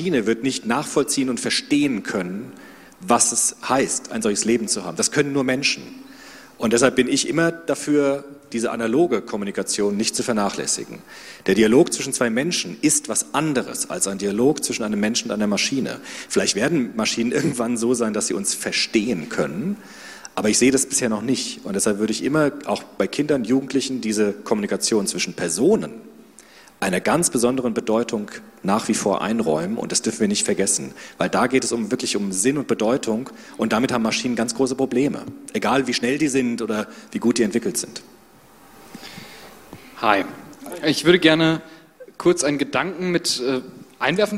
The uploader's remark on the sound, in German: Soziopod Live. Im zweiten Teil öffnen die beiden dann die Bühne für das Publikum in Form einer Fishbowl. Dann wird gemeinsam über das Themenfeld diskutiert.